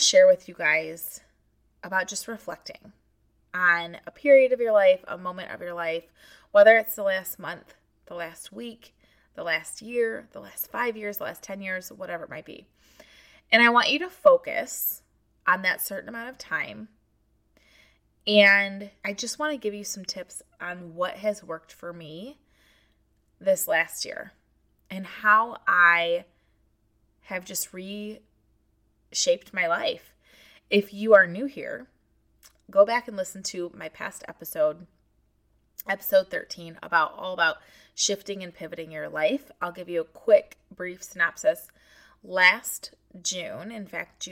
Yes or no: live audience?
no